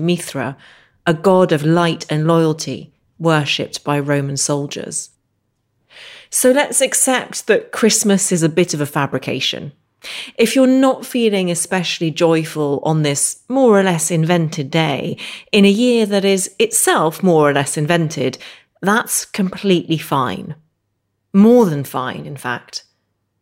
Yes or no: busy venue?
no